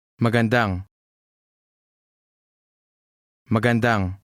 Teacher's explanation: Note the stress on the last syllable.